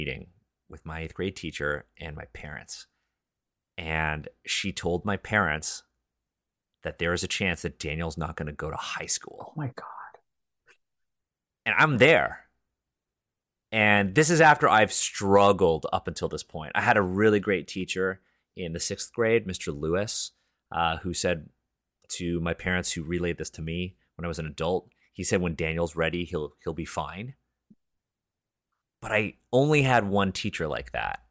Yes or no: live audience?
no